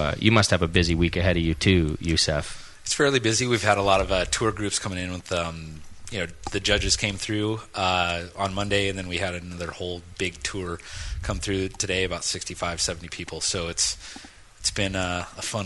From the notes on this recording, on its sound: Brew Strong: Live from White Labs. Broadcast live from the all new White Labs facility during the Craft Brewers Conference.